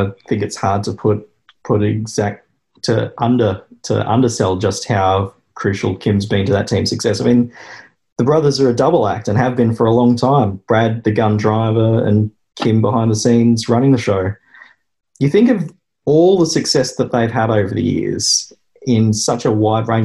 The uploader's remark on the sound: recorded over Zoom